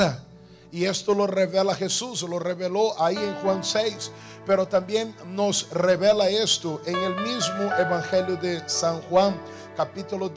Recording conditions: large echoing room